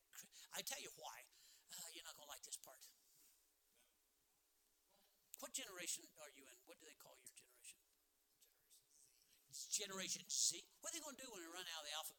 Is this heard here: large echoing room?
yes